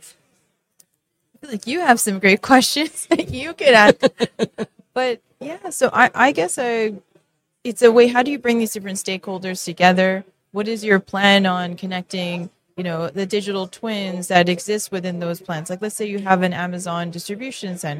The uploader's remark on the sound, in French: En direct du Hardtech à Toronto